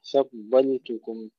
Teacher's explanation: ترقيق الفاء ثم تفخيم الضاد مع استطالتها وتشديدها ثم ترقيق اللام